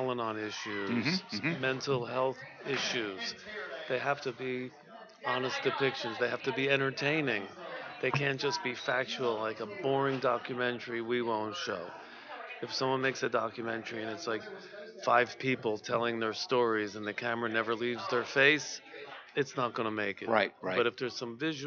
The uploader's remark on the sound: RC2C broadcasting from the 39th Annual NAATP Leadership Conference in Austin, Texas - May 21 - 23, 2017